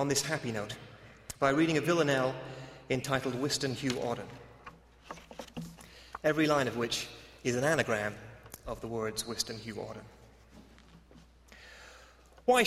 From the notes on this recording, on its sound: delivers the Virginia Beall Ball Lecture in Contemporary Poetry at Baylor's Armstrong Browning Library.